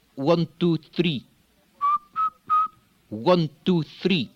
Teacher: For the Farsi, the lips are actually pushed forward, and some would even say that they are tensed